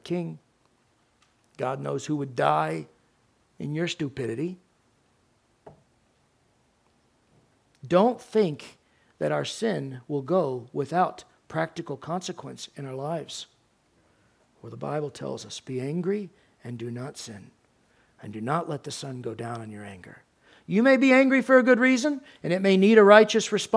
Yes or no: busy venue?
no